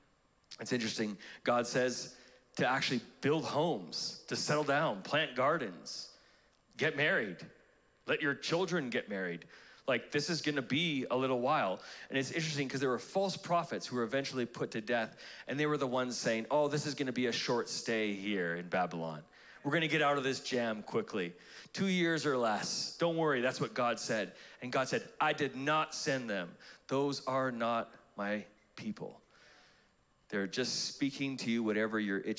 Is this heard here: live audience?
yes